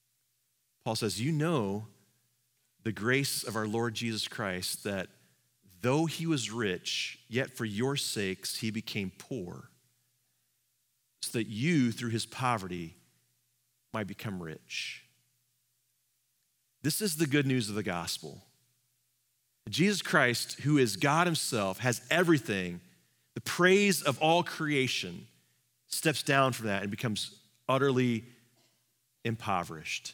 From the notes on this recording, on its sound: Live from our Celebration Ministry Center